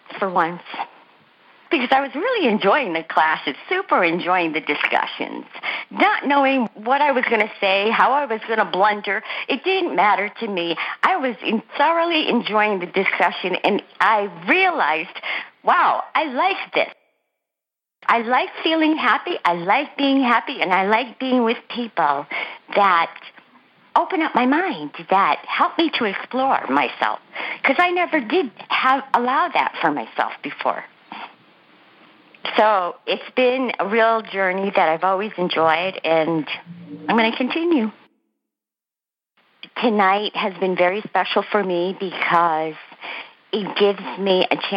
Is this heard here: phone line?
yes